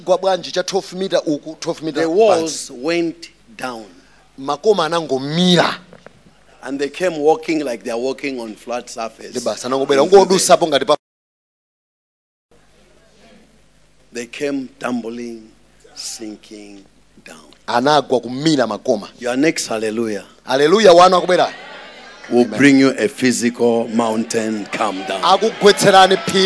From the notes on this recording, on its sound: Preached at Shiloh Night at Word Alive Blantyre City Church